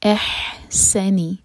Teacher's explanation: فی احسنی، حمزہ لائٹ اور ہا حلق سے، احسنی، سین پر وسل والا ساؤنڈ سیٹی کی آواز کے ساتھ. احسنی، ایک ایک حرکہ.